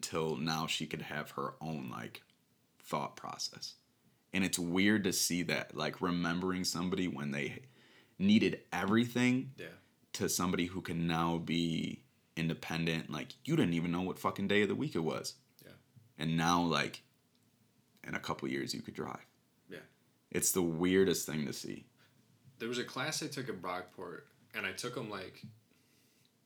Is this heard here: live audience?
no